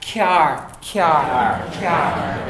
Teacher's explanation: But if I do a slender T, see, it's the front of the tongue that's hitting the top of the mouth.